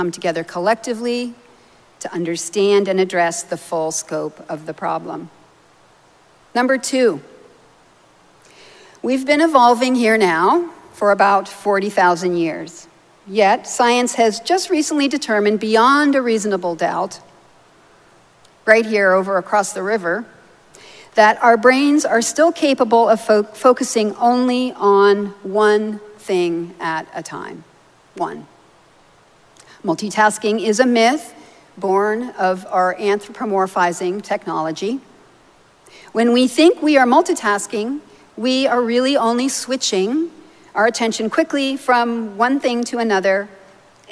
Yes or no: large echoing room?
yes